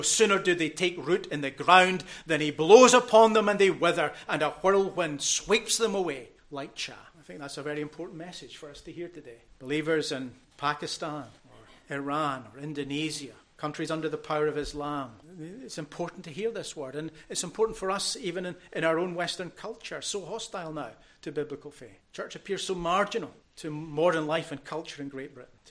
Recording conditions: large echoing room